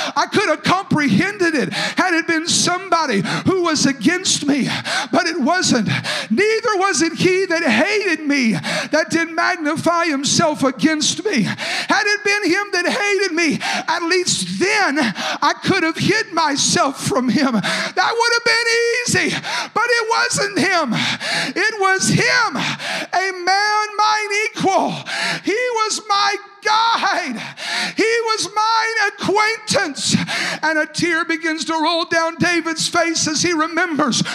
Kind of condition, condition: setting, large echoing room